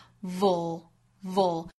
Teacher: 相当于是一个 v 的发音后面接一个舌侧音